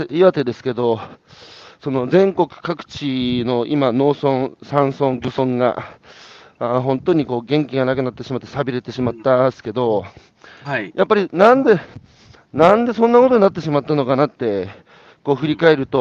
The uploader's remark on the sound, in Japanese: 歩きながら1時間、対談する